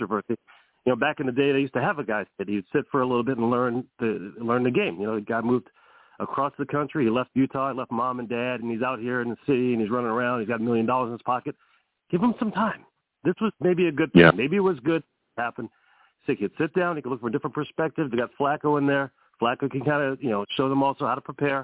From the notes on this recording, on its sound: I also take live callers as well!